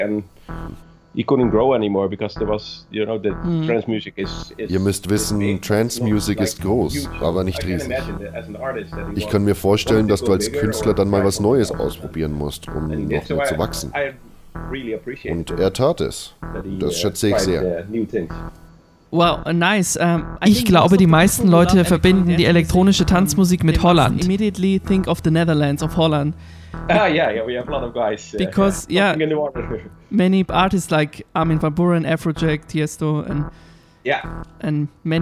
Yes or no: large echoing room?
no